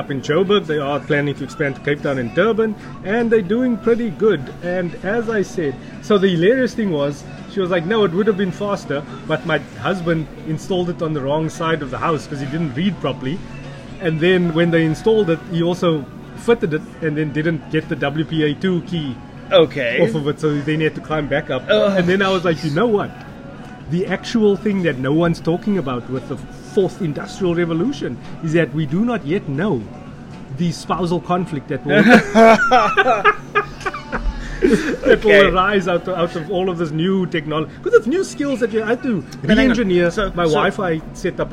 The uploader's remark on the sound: Cincinnati Spur, Howard Centre, Pinelands. Mixed on LG G7 ThinQ Recorded on iPad Mini 5 + Boya shotgun mic.